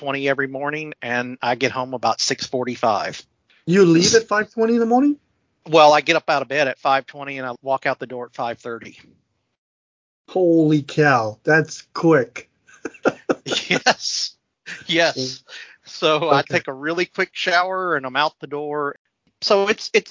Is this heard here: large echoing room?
no